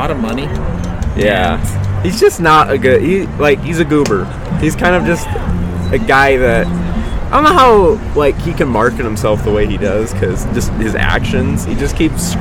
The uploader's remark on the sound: At The Riverton Chevrolet Car Show. We sit down with two special guest.